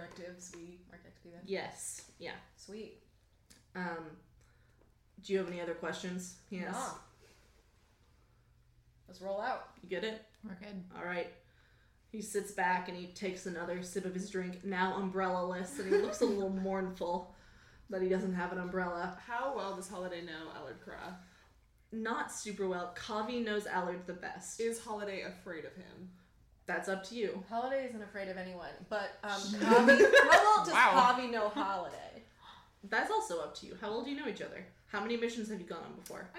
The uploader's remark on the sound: We recorded this episode in a garage, and you can tell!